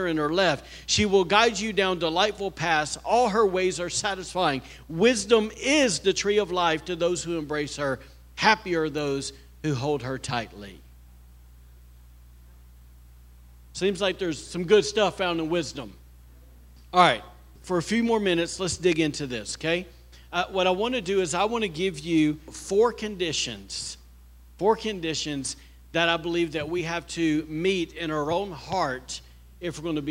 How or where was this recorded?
large echoing room